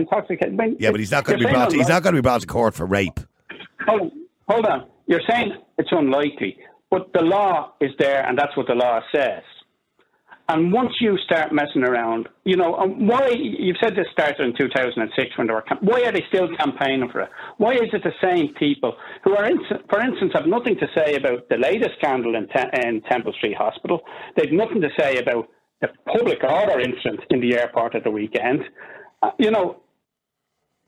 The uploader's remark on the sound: opens the phone lines for callers to express their views